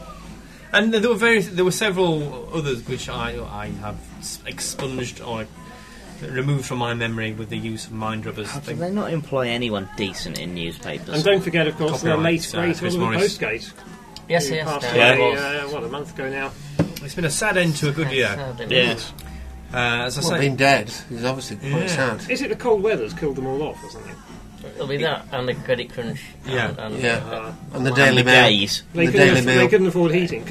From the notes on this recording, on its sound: The chaps strap on their drinking trousers and head off on a pub crawl, recording the podcast as they go.